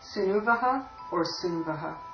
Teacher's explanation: The final u of nu is optionally dropped before the va and the ma